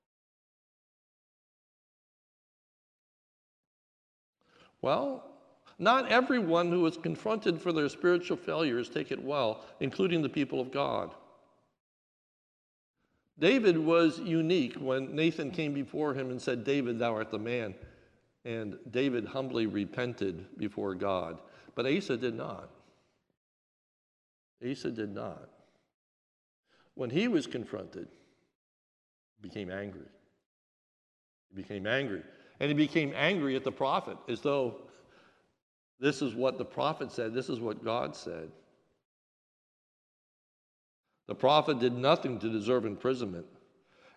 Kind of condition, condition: setting, large echoing room